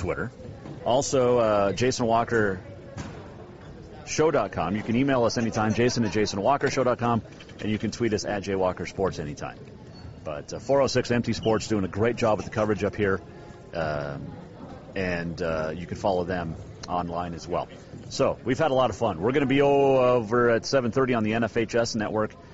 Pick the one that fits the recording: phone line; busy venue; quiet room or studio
busy venue